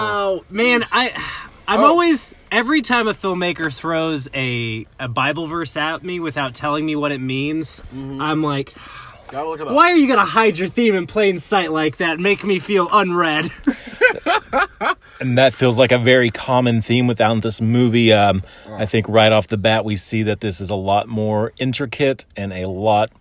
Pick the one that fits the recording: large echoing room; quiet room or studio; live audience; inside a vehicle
inside a vehicle